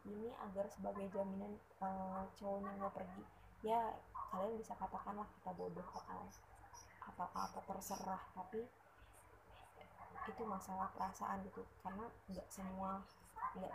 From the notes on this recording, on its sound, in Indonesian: Audionya kecil ya, use headphone for better experience (volume up)